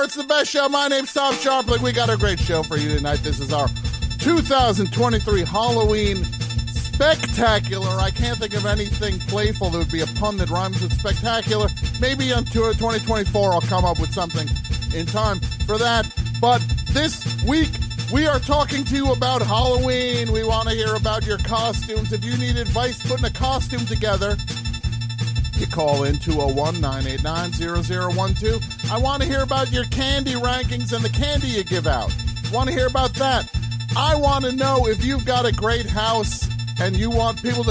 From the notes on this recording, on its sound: Answers live calls about costumes, candy, party decorations, and more.